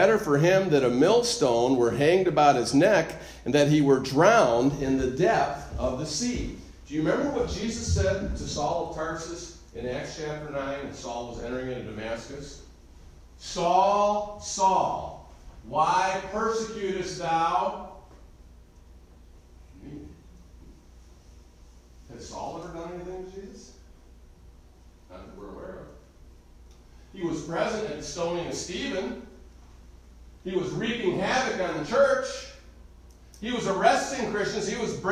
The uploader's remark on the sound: Recorded live am message.